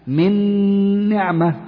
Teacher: أدخلنا النون الأولى في النون الثانية مع الغنة · Term: إدغام